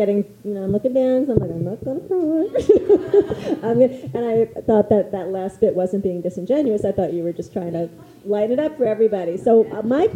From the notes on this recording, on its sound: Story Smash The Storytelling Gameshow at the Lyric Hyperion Theater. Expert judges comment. The audience laughs.